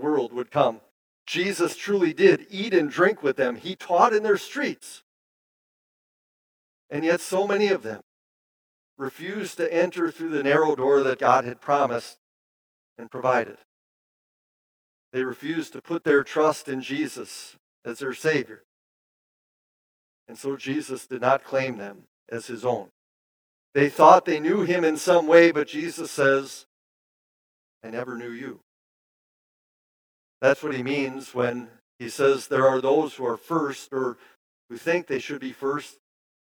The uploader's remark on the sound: Bethany, Appleton, WI. Preached this sermon at Bethany's Sunday worship on August 21, 2022.